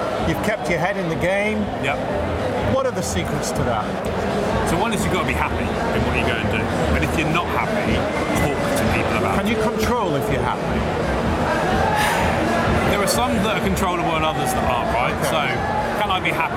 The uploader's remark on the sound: Live from Europe's Biggest Event 'Accountex'. Live interviews from Accountex 2022 in London. AIBN were the official broadcast partners of the event. Enjoy the live buzz of the event!